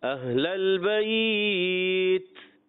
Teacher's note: یہ شدیدہ مموسہ حرف ہے تو آپ تا سختی سے ادا کرنے کے بعد پھر ایک صفت ادا ہوتی ہمس یعنی سانس کا جاری رہنا